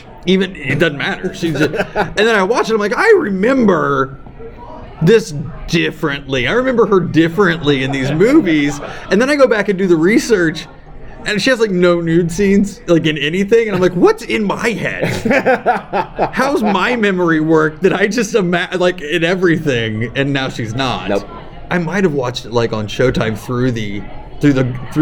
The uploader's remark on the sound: Live From All-Con 2019 (Raw Audio). Live from All-Con, one of the best fan cons out there.